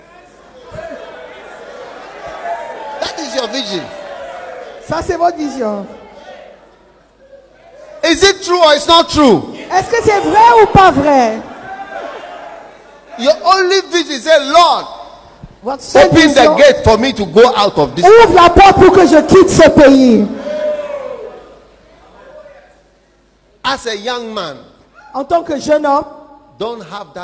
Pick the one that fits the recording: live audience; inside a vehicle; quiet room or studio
live audience